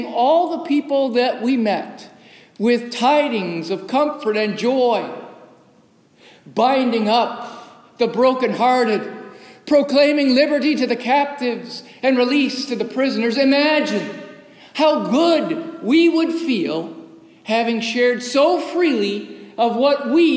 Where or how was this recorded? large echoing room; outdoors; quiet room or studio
large echoing room